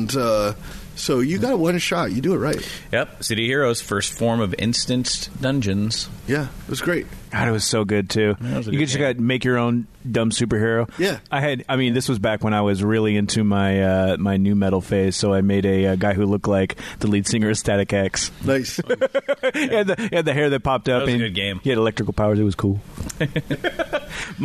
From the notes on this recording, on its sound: This episode was recorded at Wizards Keep Games in Renton